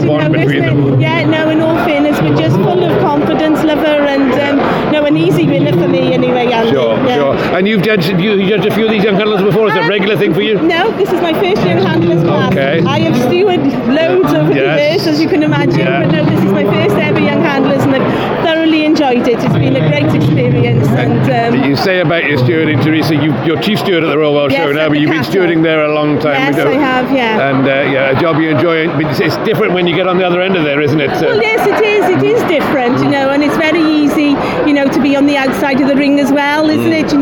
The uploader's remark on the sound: Live from Young Handlers competition. A quite unusual special short episode live from the Young Handlers section of the Stars of the Future calf show at Stirling.